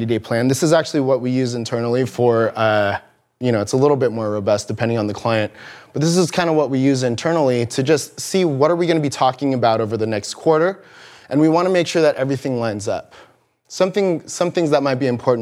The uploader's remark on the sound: Audio from the live presentation on developing a content plan at TCVN in Irvine California.